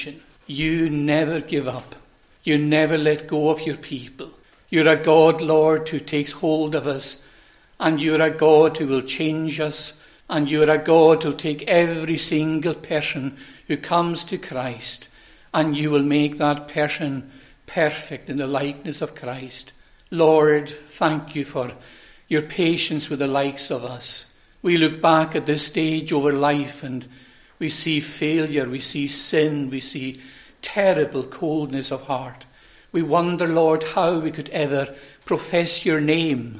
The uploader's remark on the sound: recorded at North Harris Free Church on the evening of Friday, 15th September 2023